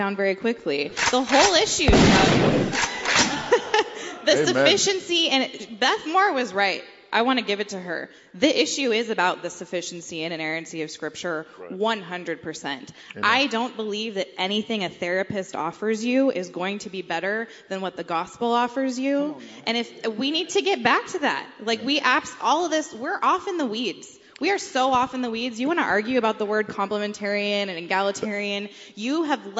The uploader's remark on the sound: CrossPolitic and Sheologians Live at ReformCon